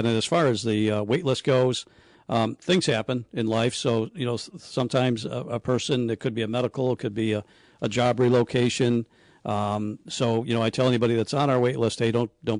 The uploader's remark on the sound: Live from Pendleton Creek Golf Club in North Tonawanda. Joins the show from Florida.